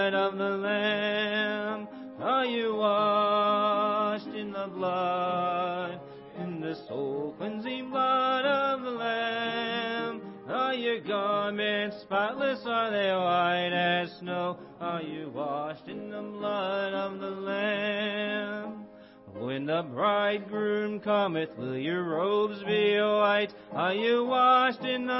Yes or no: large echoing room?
yes